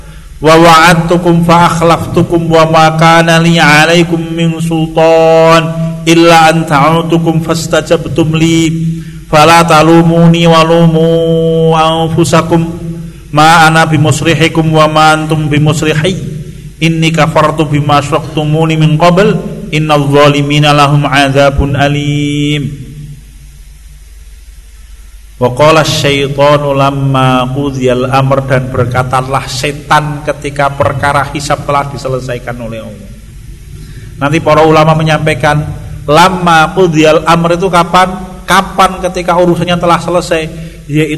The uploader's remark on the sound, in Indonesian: Rekaman Kajian Majelis Pengajian Islam Ihyaa'ul Quluub. Di Masjid Al Aman Sidoarum Godean Sleman. Yang diselenggarakan oleh FKAM Yogyakarta dan Takmir Masjid Al Aman.